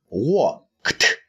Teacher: 因为 E D 这个，这个词尾呢，因为它是跟在清辅音 k 后面，那么我们就把它读成清辅音。